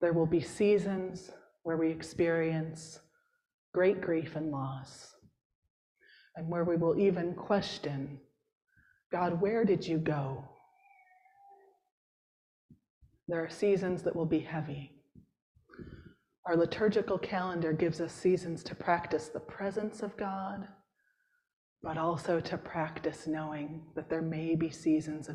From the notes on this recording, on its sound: Preached at St. James’ Episcopal Church in Hyde Park, NY.